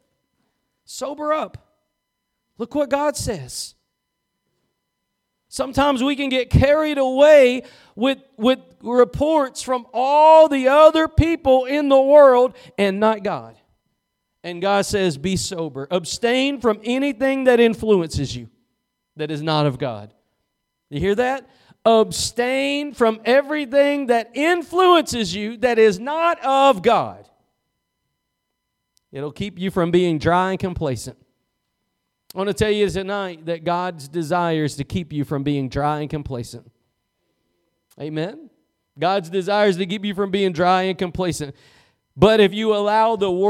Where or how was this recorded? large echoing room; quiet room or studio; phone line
large echoing room